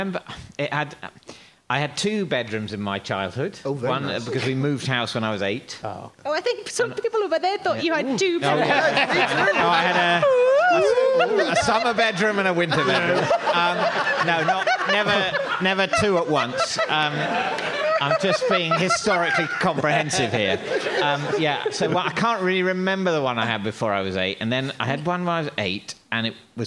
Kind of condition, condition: setting, live audience